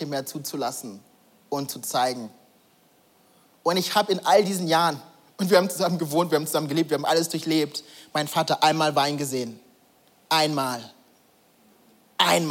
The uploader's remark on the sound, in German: Audiomitschnitt der Predigt